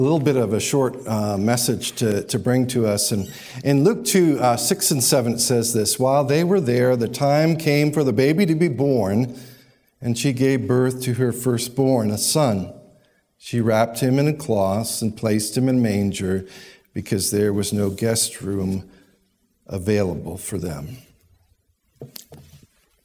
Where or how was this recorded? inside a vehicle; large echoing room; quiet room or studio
large echoing room